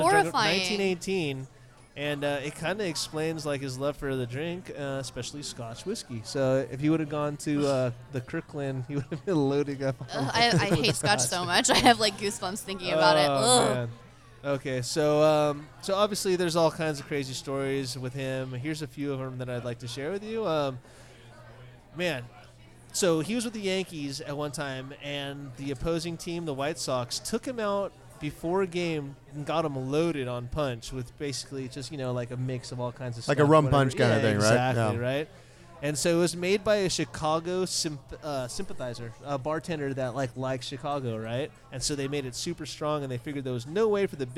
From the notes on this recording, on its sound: live from a Firestone Walker Tap Takeover